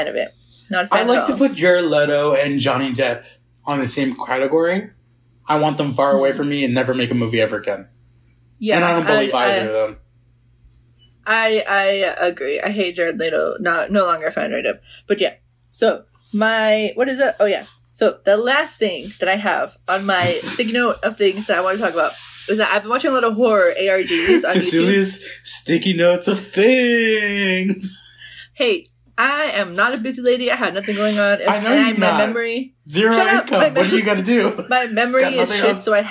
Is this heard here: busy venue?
no